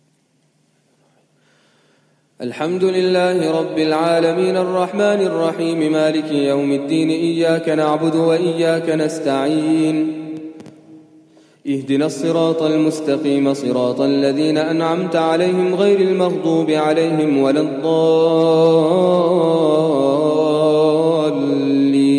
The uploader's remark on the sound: Qiyaam Day 1 at the houghton Houghton masjid